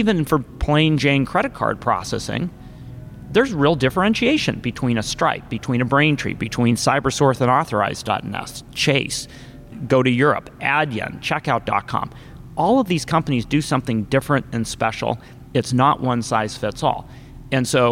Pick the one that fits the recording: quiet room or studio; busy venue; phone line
busy venue